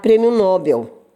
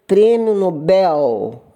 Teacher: Aqui eu faço um parênteses porque eu ouço muita gente pronunciar Prêmio Nobel, quando na realidade podem confiar nesta velha mestra de língua portuguesa, o correto é dizer Prêmio Nobel a palavra é oxítona. A sílaba mais forte é a última. · Shown in: second take